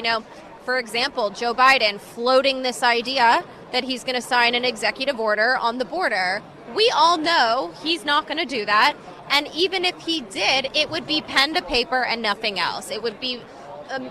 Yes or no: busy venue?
yes